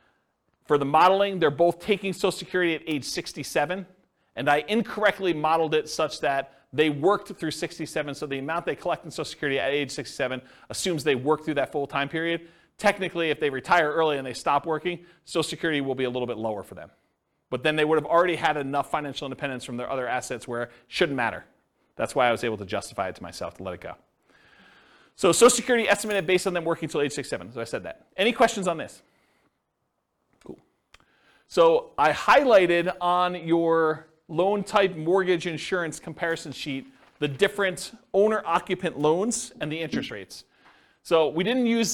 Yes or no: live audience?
yes